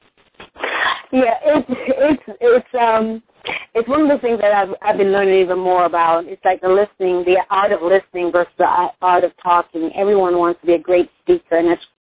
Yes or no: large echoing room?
no